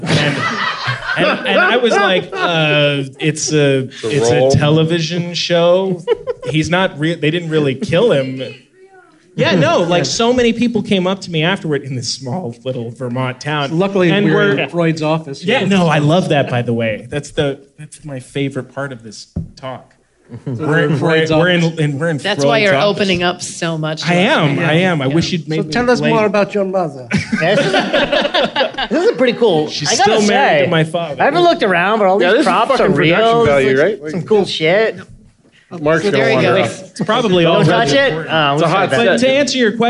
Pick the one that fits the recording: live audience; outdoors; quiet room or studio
live audience